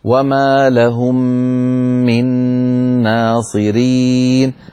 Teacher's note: أدغمنا الميم الأولى في الثانية، فلا بد من تطويل الغنة، فلا نقولها بسرعة ولا وما لهم من ناصرين، بل نقول وما لهم من ناصرين، فنبين الغنن في الميمات والنونات المشددة. · Term: إدغام